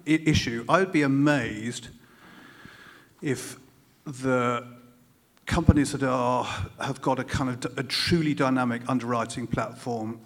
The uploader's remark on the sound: The InsTech London Partners on stage. Recorded live from the InsTech London evening session at The Steelyard.